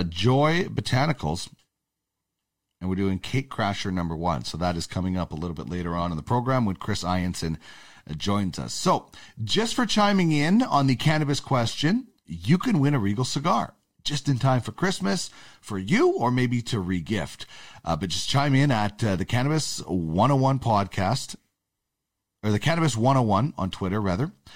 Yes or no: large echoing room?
no